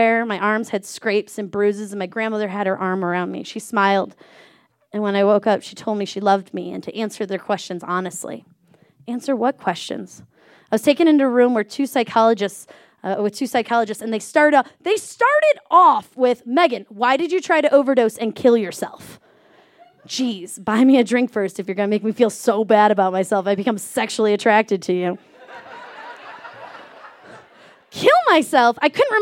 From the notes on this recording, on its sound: This story was recorded live on 18 January 2017 at Buntport Theater in Denver, Colorado.